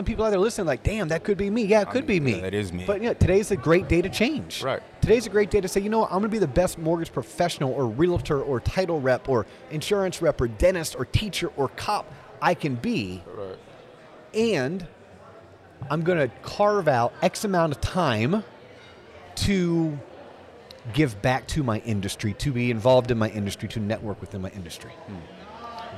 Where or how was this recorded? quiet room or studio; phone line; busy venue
busy venue